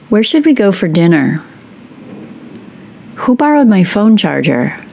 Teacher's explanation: I'm going to say some WH questions in an unmarked manner. My sentence will end in a falling pitch, and my final content word gets the most stress.